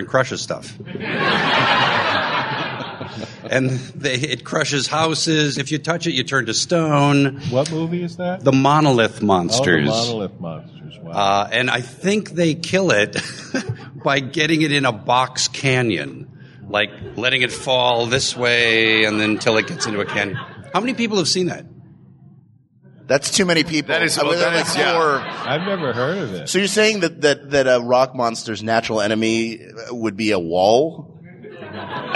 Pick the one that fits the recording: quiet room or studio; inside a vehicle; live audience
live audience